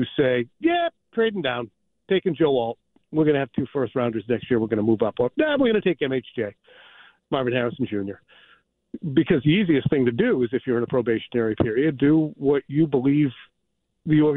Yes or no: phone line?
yes